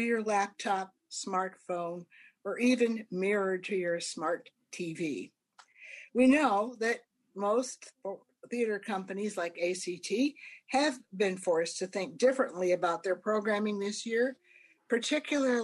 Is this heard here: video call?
yes